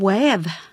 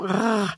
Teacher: Det är faktiskt ett bakre R-ljud som rrr. Men så rundar man munnen så att det låter lite grann som ett O också samtidigt. · Term: Västerviks R-et